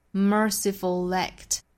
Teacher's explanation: 注意 mer 带出一个卷舌 er